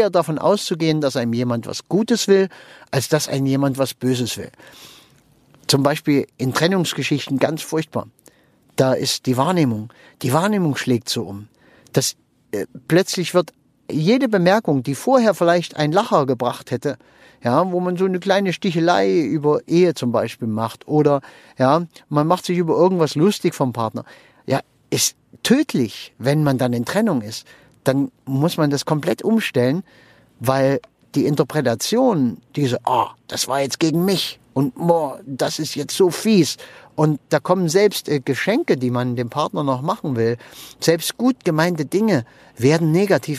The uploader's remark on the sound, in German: Wenn ich mit meinem Aufnahmegerät am Straßenrand im Auto sitze, wenn ich während der Autofahrt aufnehme oder sonst irgendwie, dann ist die Aufnahmequalität etwas gemindert. Manchmal kannst du hier auch eine Rede mithören.